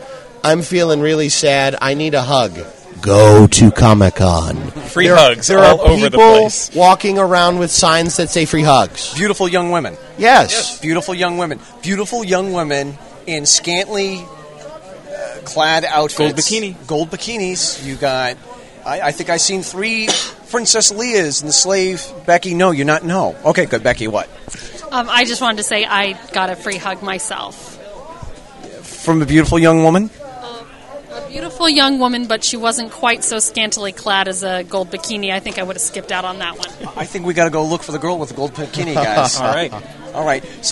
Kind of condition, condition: setting, busy venue